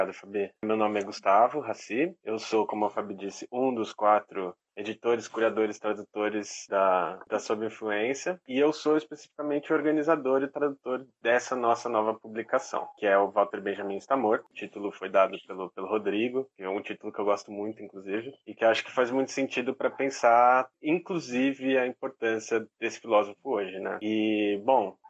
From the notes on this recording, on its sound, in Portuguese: excertos do áudio da conversa realizada ao vivo no instagram